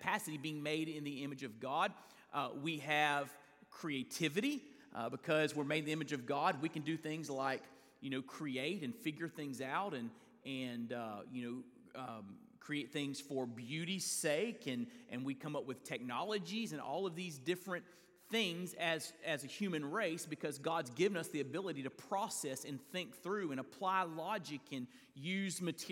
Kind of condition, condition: setting, large echoing room